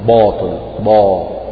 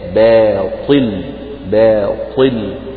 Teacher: فمن الأخطاء الشائعة أن البعض يفخم باء باطل فيقول باطل با، وهذا خطأ، وإنما الصواب باء باطل باطل، يعني رقق الباء والألف بدون أن يؤثر ذلك على تفخيم الطاء · Shown in: second take